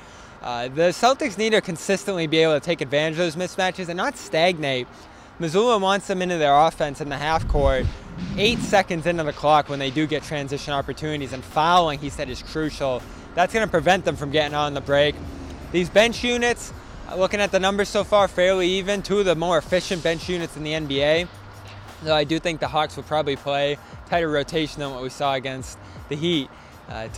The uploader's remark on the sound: BRIGHTON, MA. Reports LIVE from the Auerbach Center after the Celtics practice.